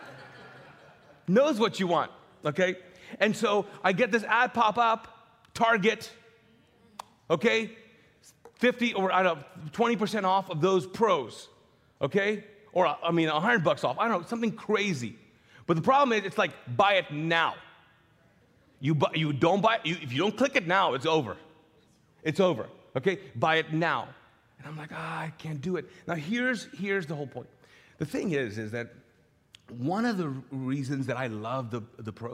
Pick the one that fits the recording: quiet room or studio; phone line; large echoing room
large echoing room